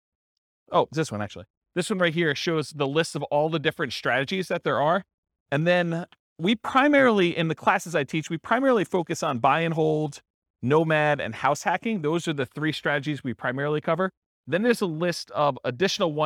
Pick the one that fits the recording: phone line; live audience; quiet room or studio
live audience